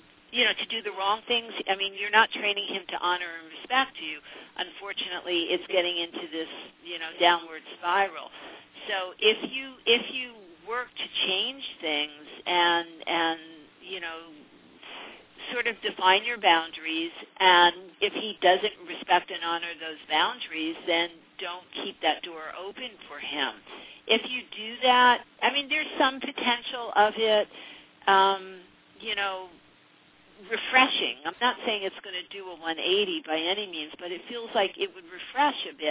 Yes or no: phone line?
yes